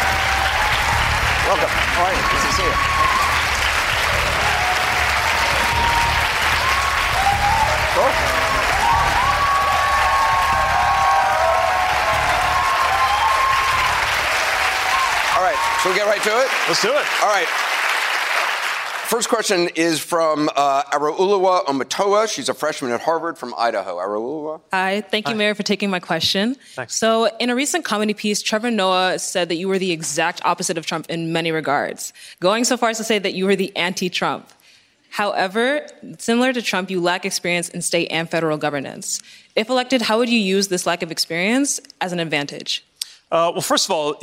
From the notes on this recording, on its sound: questions from students and young New Hampshire Democrats during a live town hall